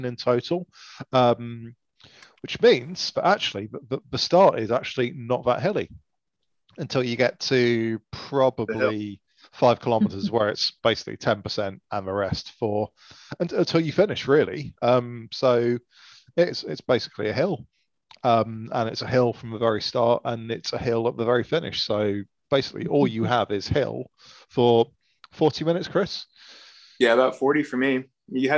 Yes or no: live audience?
no